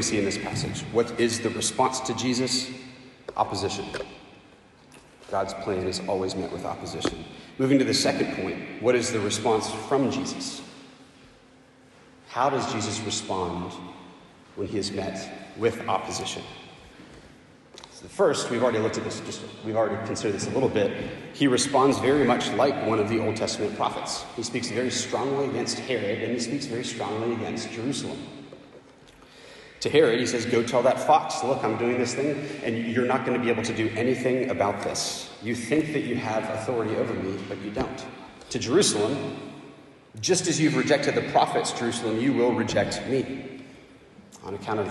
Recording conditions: large echoing room